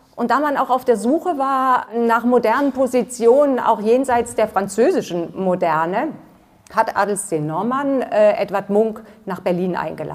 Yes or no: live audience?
yes